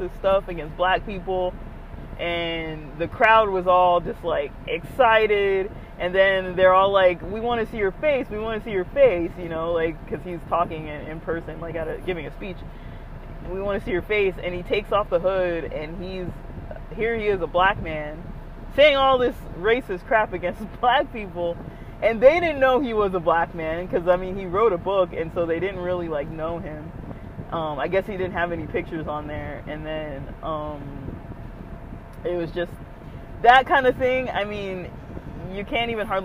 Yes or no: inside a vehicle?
yes